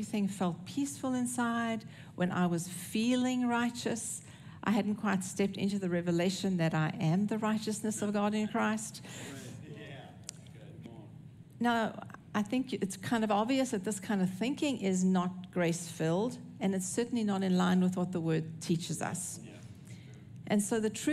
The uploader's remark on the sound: recorded at Northlands Church on June 25, 2023